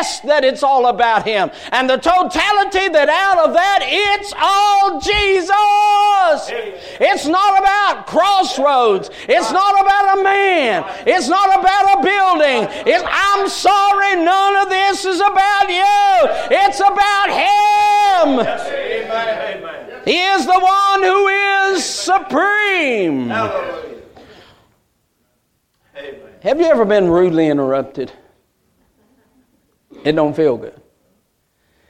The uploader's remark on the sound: A message Preached at Crossroads Baptist Church